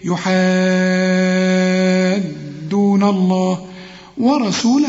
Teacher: مدام عندك مد فوق الألف اهي اللي بعد الحاء وحرف مشدد، يبقى لازم تمد ست حركات